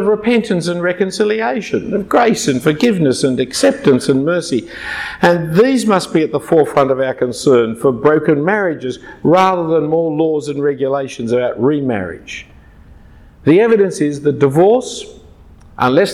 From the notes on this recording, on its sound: given at a conference on Relationships 2014 at Adam Road Church in Singapore.